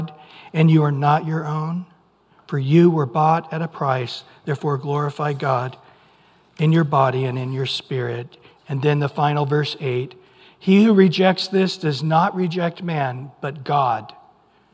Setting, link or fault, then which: setting, large echoing room